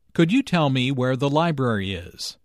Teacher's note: Notice that library is stressed here because it is the word with the important information.